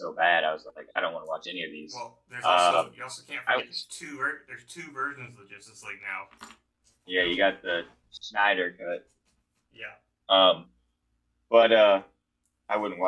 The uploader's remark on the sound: We apologize for the subpar audio quality and want to assure you that we're working hard to improve our recording setup for future episodes.